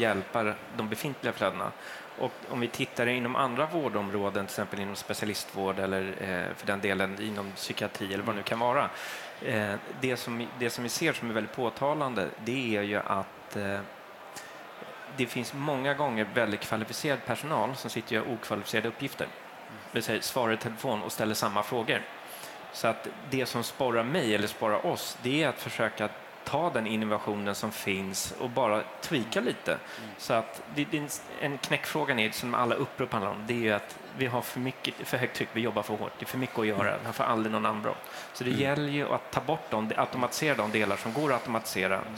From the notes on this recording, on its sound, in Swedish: Live från Tandläkarmässan i Stockholm.